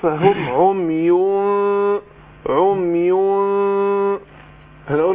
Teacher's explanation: برضه اقول فهم عمي عمي، هنقول الفاء بتخرج بطن الشفة السفلى مع السنان العليا، بس طبعا مع الغنة حركتين.